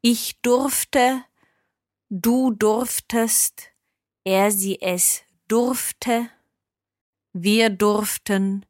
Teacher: we're kind of losing an umlaut sound in there